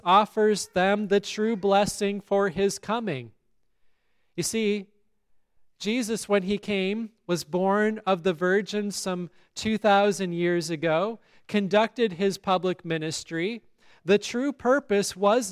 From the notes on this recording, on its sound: Listen to the service at Grace Lutheran Church, Lexington, MO.